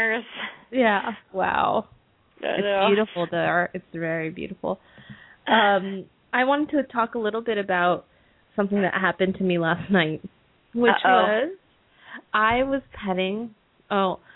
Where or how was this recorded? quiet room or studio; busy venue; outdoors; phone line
phone line